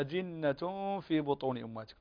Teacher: تخفي النون التي هي في التنوين تخفيها في الفاء · Term: الإخفاء الحقيقي